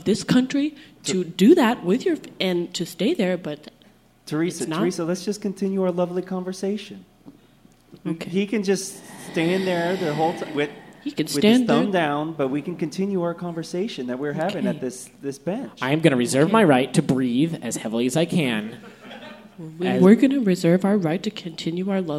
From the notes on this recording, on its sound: Real life sounds from the Portland City Council inspires improv on stage at Curious Comedy Theater.